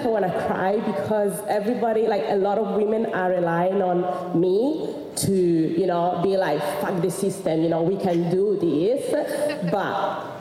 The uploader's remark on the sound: The Q&A portion of a talk I gave in Sydney, Australia for the Mindset Matters conference earlier this year. I answered questions from the audience.